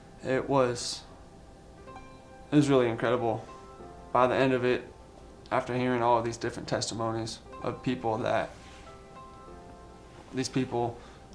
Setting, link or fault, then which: setting, large echoing room